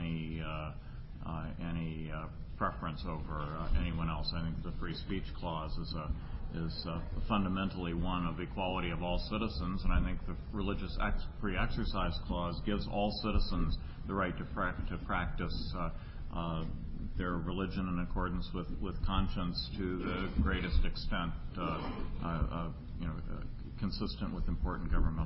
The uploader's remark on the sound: The Federalist Society's Religious Liberties Practice Group presented this panel discussion at the 2007 Annual National Lawyers Convention on November 15, 2006.